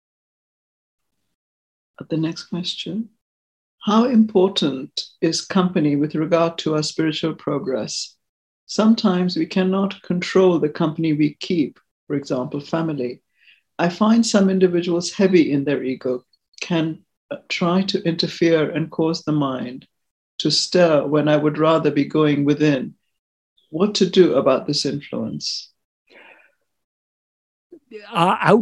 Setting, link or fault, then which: link, video call